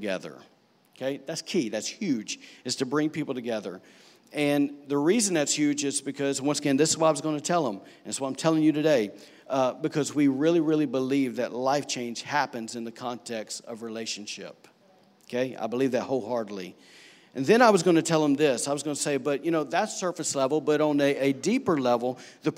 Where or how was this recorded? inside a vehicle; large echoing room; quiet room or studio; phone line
large echoing room